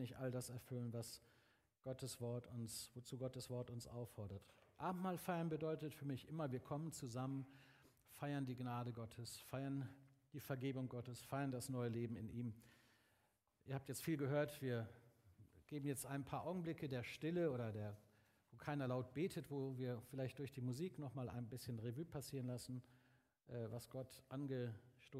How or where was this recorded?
large echoing room